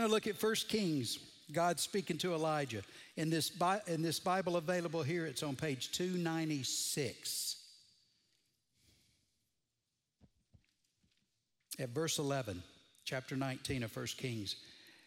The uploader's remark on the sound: Recorded Live at Brookwood Church